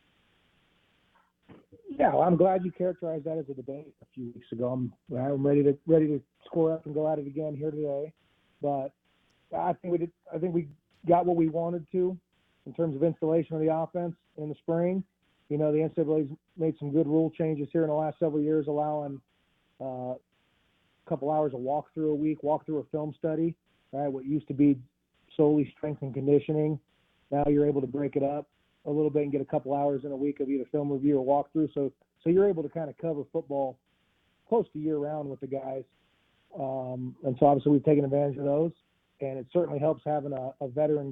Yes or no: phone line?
yes